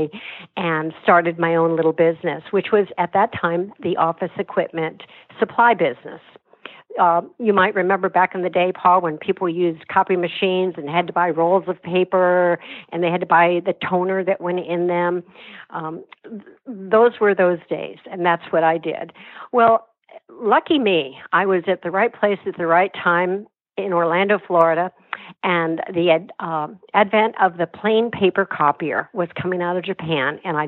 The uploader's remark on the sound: via internet phone